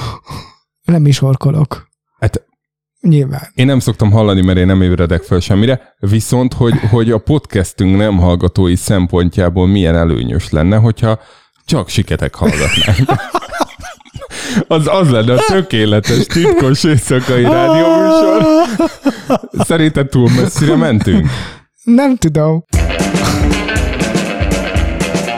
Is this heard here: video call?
no